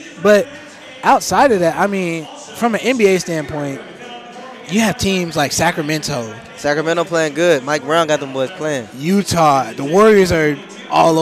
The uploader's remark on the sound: Live From American Airlines. Live from the American Airlines Center.